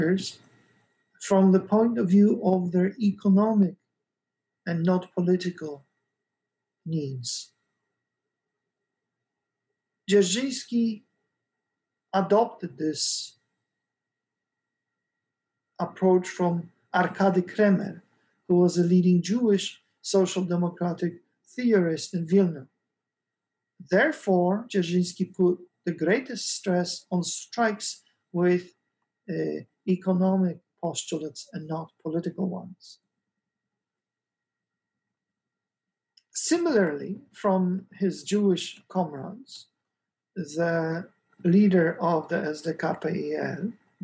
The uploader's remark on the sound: This lecture event is part of the 11th Kościuszko Chair Spring Symposium